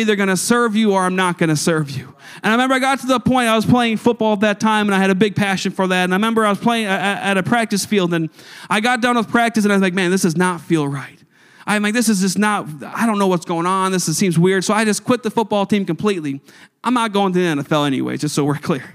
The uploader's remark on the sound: a service recording from Connect Point UPC